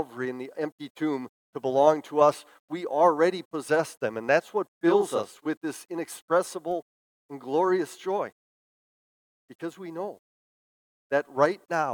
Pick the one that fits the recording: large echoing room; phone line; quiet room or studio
large echoing room